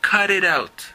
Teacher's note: Esa T de it suena más como una D